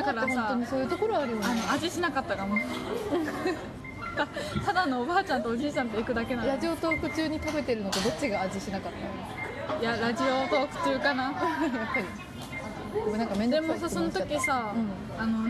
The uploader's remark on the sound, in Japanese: 回転寿司店 からお送りしております。一発録り。外で収録。